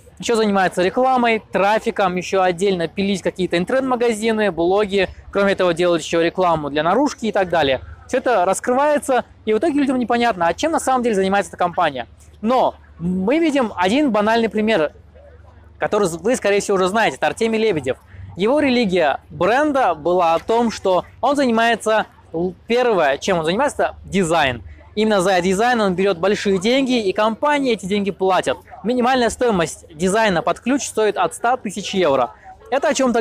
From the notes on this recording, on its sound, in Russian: Это видео я записывая в значимом месте - за моей спиной Нотр-Дамм-де-Пари, Париж, Франция.